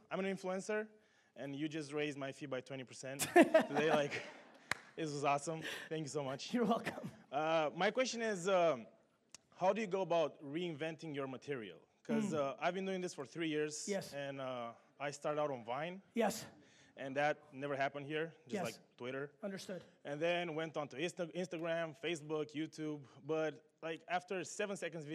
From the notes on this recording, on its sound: This episode is a keynote that I gave in Romania back in 2017 at the brand minds conference.